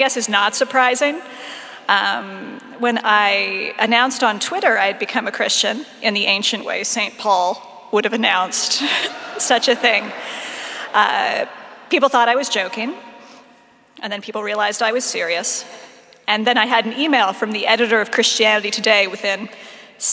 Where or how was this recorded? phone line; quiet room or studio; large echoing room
large echoing room